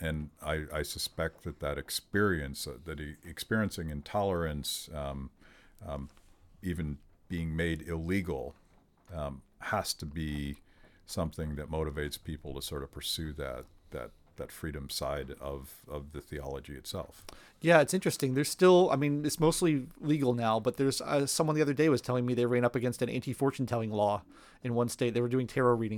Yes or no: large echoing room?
no